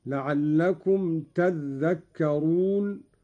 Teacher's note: قرأ قالون بتشديد الذال هكذا: لعلكم تذكرون، على إبدال التاء ذالا وإدغامها في الذال